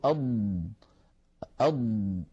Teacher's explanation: فهذا الامتداد للصوت هو رخاوة. فالضاد مجهورة يعني لا يجري معها نفس لكنها رخوة يعني يجري معها الصوت. بالنسبة للاستعلاء هي حرف مستعل لأنها من حروف خص ضغط قض، فهي حرف مستعل في كلمة ضغط، وينتج عن ذلك التفخيم كما نعلم. · فالضاد يا إخوتي حرف مجهور وليس فيه جريان للصوت للنفس، لأنه ليس من حروف سكت فحثه شخص، فلما نقول أض نجد بأنه لا يجري معها نفس ولكن الصوت يمتد